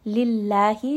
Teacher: name of Allah here is going to be light because the letter at the beginning of the name is going to have a كسرة. So this is going to be a light lam.